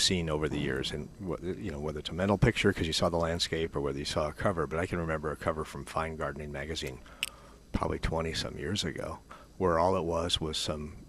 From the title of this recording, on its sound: Live at Prairie Gardens 1-22-22